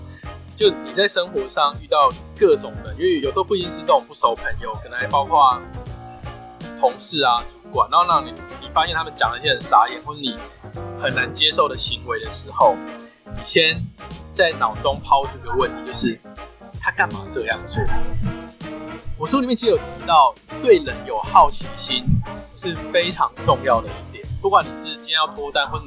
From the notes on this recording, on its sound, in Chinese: 本集音檔為 2019 年錄製，錄製時收錄較多環境雜音，已降噪處理加上背景音樂